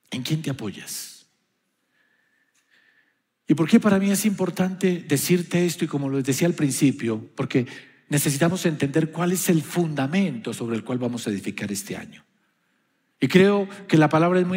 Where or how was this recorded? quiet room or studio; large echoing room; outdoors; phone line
large echoing room